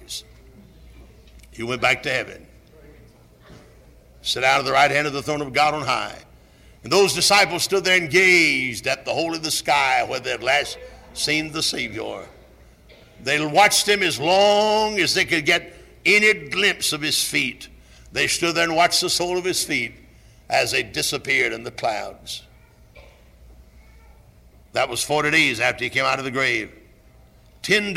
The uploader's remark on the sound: Originally preached at Tabernacle Baptist Church in Greenville, SC on April 14, 1974.